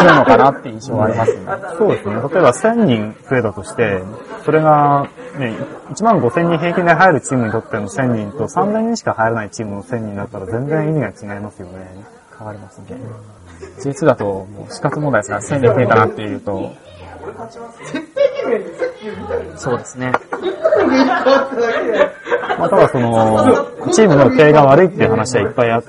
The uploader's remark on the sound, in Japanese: 今回もファミレス収録です。近くのテーブルに騒がしい若者がやってきたのでちょっと聞きづらい場面もありますがご容赦を。